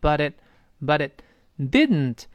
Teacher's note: But it 跟后面的 it 连读到了一块儿，发生一个连读。But it, but it, but it, it 后面那个 t 当然失去爆破了。But it didn't work.